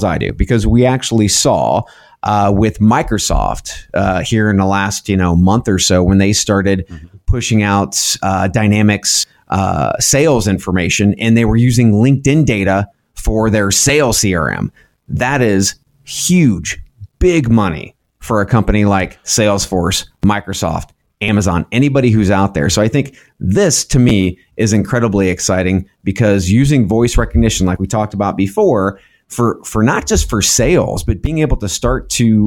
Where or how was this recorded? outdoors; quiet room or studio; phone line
quiet room or studio